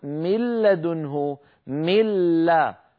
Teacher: فأكون قد حولت النون إلى لام ساكنة، النون الساكنة حولتها إلى لام ساكنة، وأدغمت اللام الساكنة في اللام المتحركة التي بعدها، فصار النطق بلام واحدة مشددة. · Term: إدغام